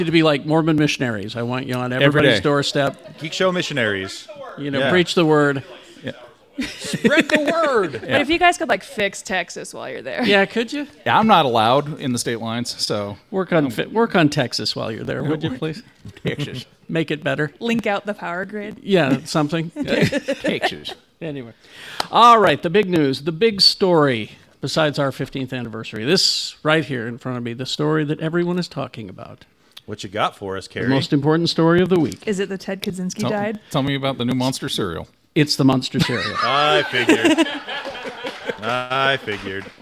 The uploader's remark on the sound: Live at Geekshow Saturdee Matinee!